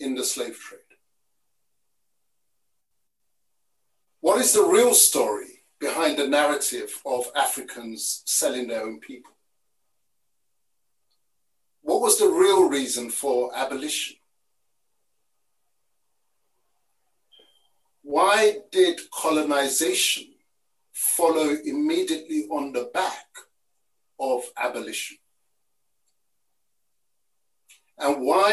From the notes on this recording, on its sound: Listen to the audio version of our webinar